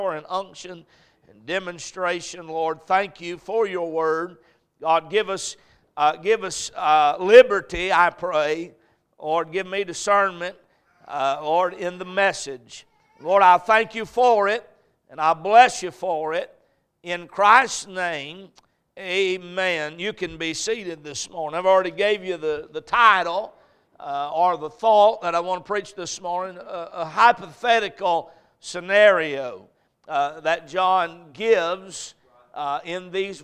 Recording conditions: large echoing room